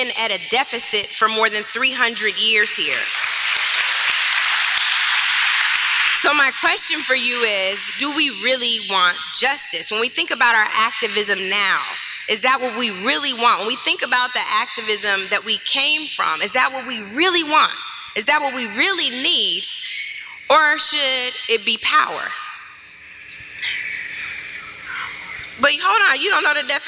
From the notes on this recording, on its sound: Gave to a packed house and overflow room! A packed house (and overflow room!!) at the California African American Museum (CAAM). The lecture was a part of their Activism Now series.